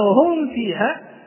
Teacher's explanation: اشتركت الفاء مع الميم في الشفة السفلى، إذن اقتربت من مخرجها